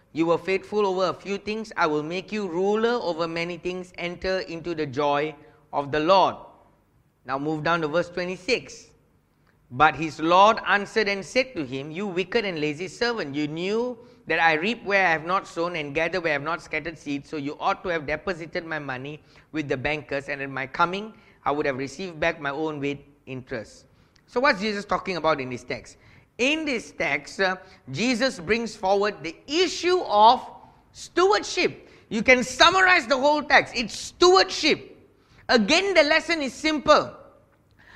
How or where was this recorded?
large echoing room